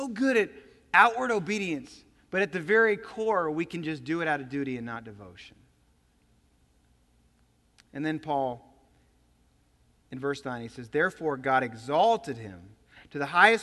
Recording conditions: large echoing room